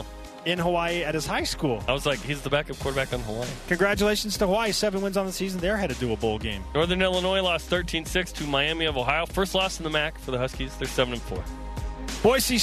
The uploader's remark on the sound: BYUSN kicks things off live from Deseret First Credit Union